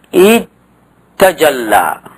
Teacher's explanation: تدغم بجلب همزة وصل، تتجلى فتقول اتجلى، فإذا جئت بالهمزة في أول الفعل هذا فإن التاء الأولى تسكنه أو تسكنها ثم تدغمها في التاء الثانية فيصير اتجلى · Term: الإدغام